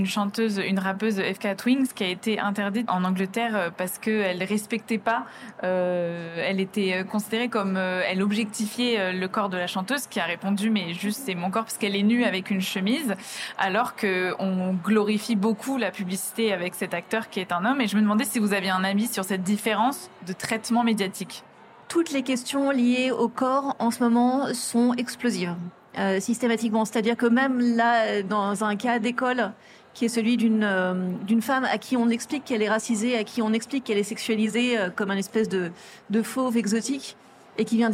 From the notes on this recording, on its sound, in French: série spéciale enregistrée au Salon International de la Lingerie